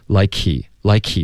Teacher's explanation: 这个 k 的这个送气的声音就已经代表这个 H 的音了，对，就更不可能会专门发一个 H 音。